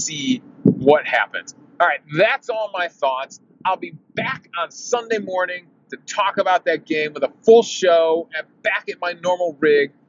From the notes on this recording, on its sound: I recorded this episode driving home from the game in my car.